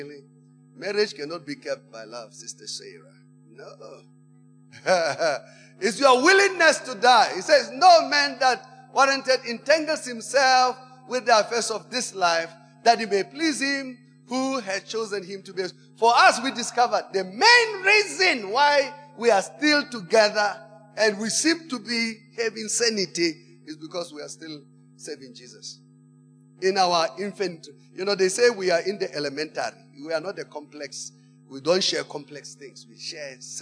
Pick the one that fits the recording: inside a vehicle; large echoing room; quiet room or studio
large echoing room